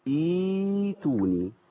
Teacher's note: فالهمزه المكسوره تحول الهمزه الساكنه الى ياء تبقى ايه ائتوني.